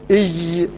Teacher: والدربة وبالأخذ التلقي من أفواه الرجال الفصحاء، فالذي ينطقها فيقول إج فيقترب بها من الشين وتكون منفتحة لا شديدة فيسقط صفة من صفاتها وهي الشدة